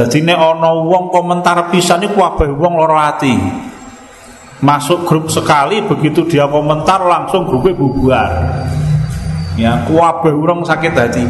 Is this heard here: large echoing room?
yes